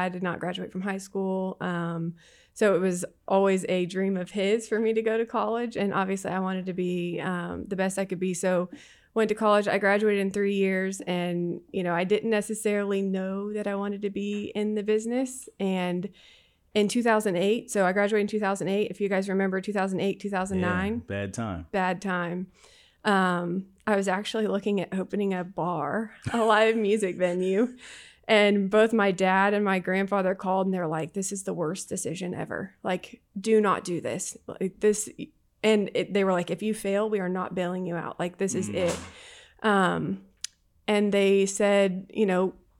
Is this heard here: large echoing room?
no